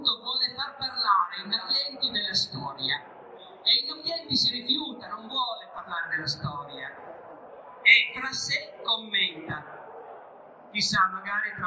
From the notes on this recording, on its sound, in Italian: Al Salone del Libro di Torino in una sala gremita. Audio restaurato al massimo possibile dall'originale.